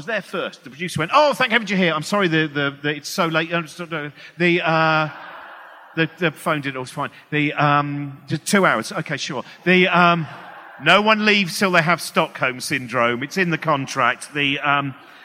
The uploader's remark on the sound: Recorded on 10th Feb 2020 at EartH Hackney.